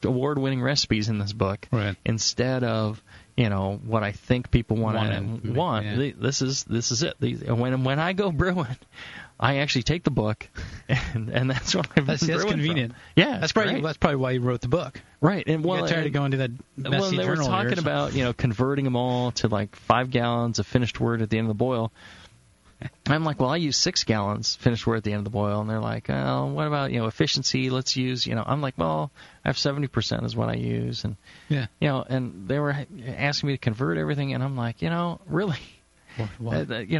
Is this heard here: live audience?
no